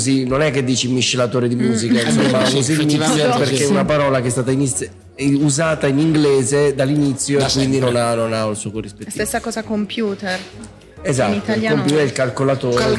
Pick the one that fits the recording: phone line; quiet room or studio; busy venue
busy venue